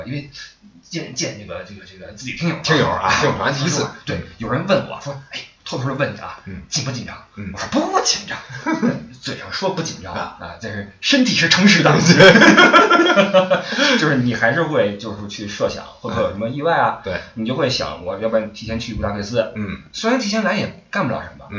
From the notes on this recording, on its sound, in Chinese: 出门在外没带专业话筒，音质抱歉